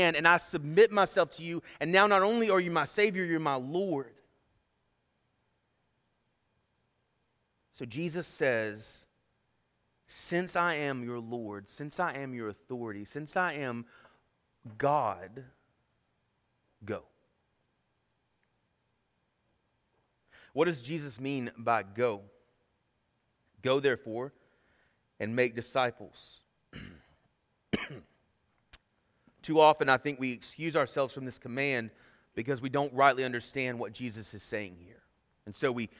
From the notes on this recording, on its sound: Sermon Audio from our Worship service